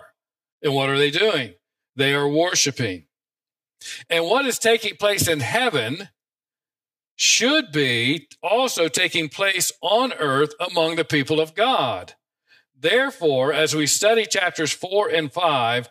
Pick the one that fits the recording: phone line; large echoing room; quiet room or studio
large echoing room